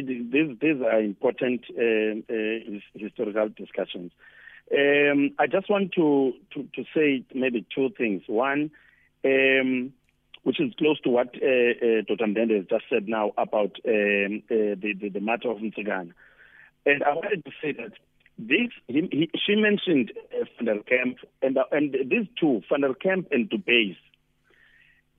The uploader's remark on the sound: Guest on the phone